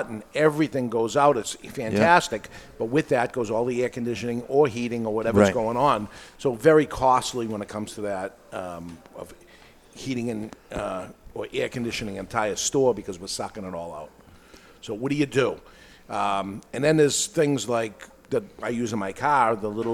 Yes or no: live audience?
yes